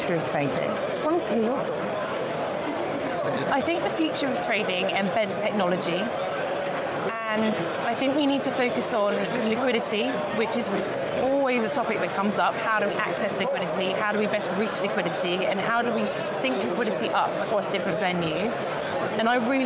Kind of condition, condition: setting, busy venue